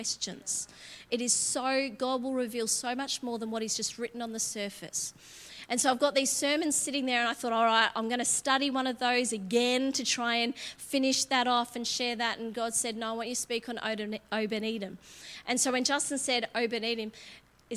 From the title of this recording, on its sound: LIVE at Echo Church